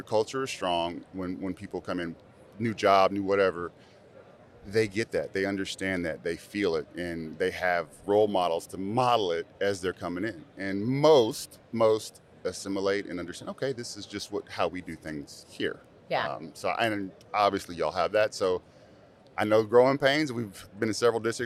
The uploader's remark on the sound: This is the first of many episodes filmed at the educational conference of the year, the TASA/TASB Convention!